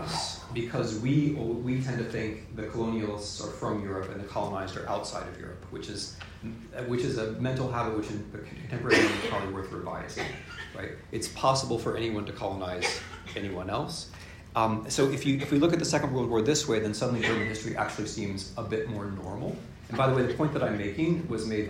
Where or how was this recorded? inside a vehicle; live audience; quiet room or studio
live audience